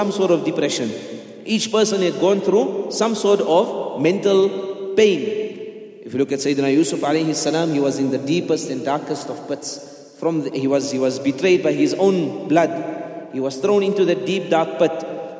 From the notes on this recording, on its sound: at the Houghton Masjid (West Street)